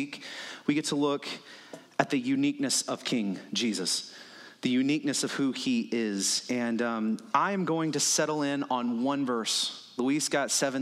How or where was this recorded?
large echoing room